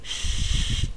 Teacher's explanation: si nos ponemos los dedos en nuestra garganta, ¿okay?, en nuestro cuello y hacemos shh, no vibran nuestras cuerdas vocales · Term: sonido sordo